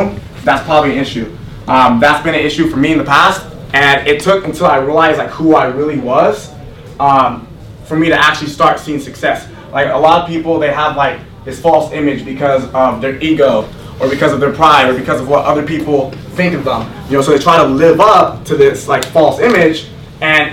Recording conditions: poor sound quality